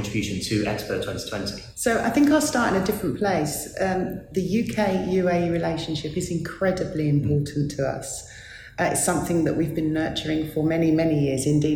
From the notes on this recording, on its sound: Live from Expo 2020 in Dubai. Comes live from the UK Pavilion from Expo 2020 in Dubai.